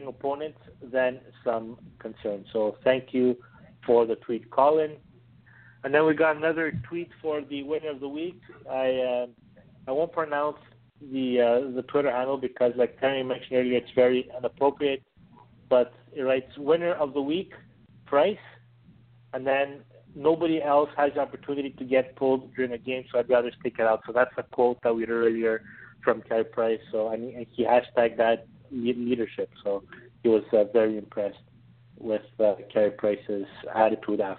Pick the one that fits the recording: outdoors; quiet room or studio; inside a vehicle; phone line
phone line